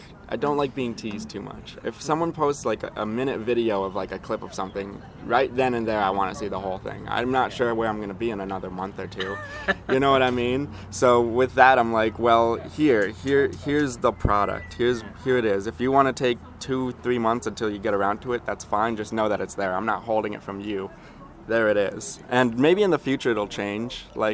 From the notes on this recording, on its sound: drink coffee at The Coffee Shop